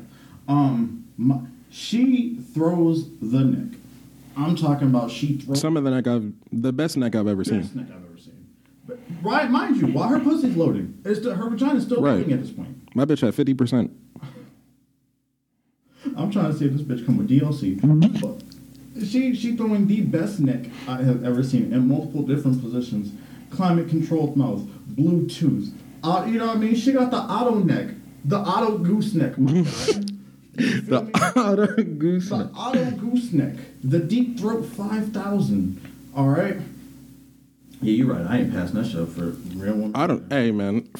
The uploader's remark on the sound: We apologize for the audio issues